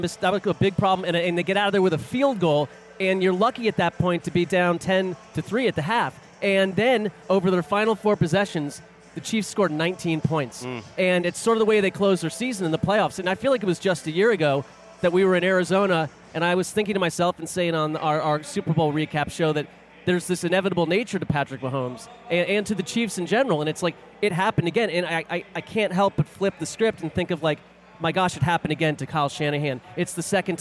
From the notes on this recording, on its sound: In a stadium full of heroes. LIVE from Super Bowl LVIII.